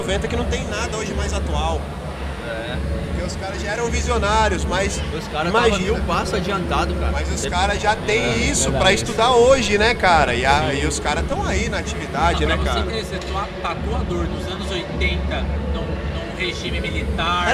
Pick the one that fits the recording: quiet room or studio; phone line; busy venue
busy venue